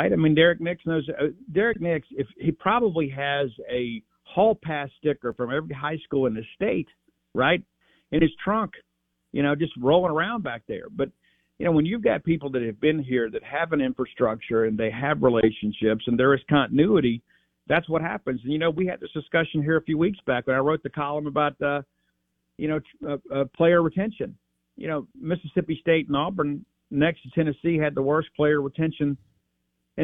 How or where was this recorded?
phone line